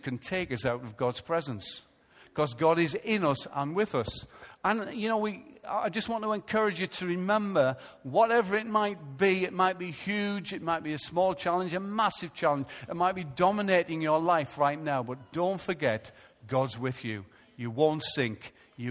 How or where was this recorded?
large echoing room